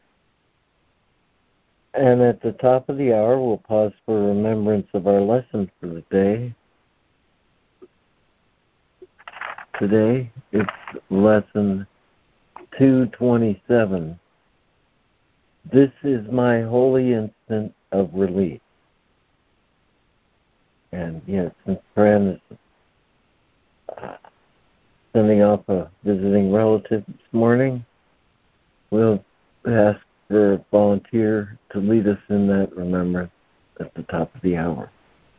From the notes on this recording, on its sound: ACIM Daily Conference Call